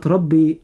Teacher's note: كلمة ربي، كلمة ربي الراء مفخمة عند النطق لأنها مفتوحة